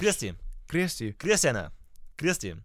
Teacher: Da hast du das Zungen-R vorne mit drin.